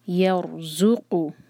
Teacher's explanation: زا جو ہے اس میں بزنگ ساؤنڈ آنا چاہیے، ذال ڈفرینٹ ہوتا ہے، یہاں پر ہے یہ ز، اور قاف ہیوی لیٹر ہے، حلق سے نکالیں گے.